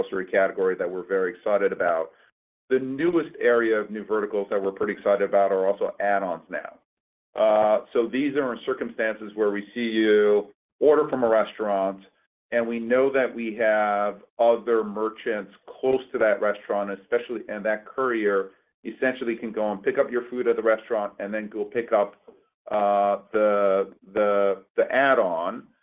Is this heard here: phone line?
yes